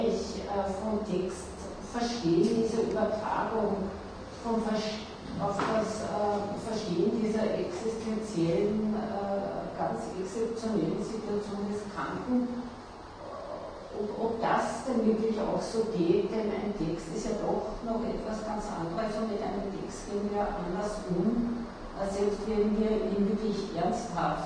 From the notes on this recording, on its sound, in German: Diskussion zum Vortrag.